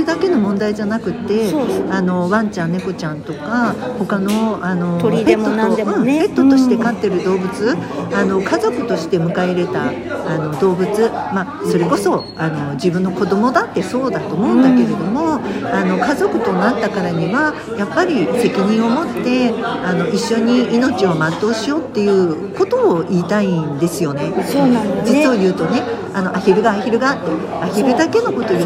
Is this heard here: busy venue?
yes